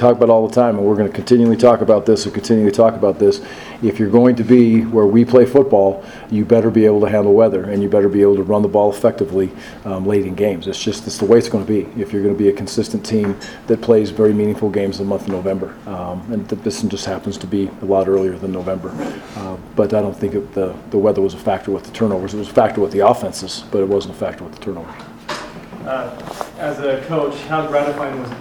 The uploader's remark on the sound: USU Football Post-Game Press Conference vs Colorado St.